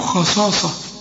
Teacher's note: خصاصة ثلاث حروف مفخمين جنب بعض، خاء صاء والمد بتاعها كمان مفخم، خصاصة. شوف خصاصة تنوين وبعد واو، لكن الوقف هنا كويس.